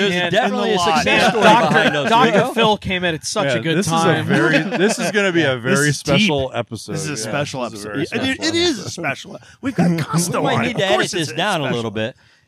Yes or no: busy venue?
yes